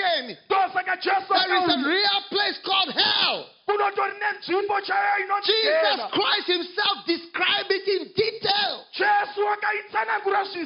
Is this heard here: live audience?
yes